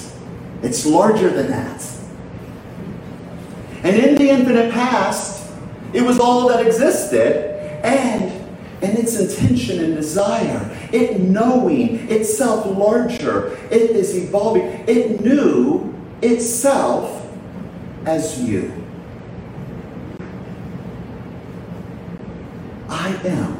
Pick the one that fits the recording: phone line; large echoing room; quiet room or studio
large echoing room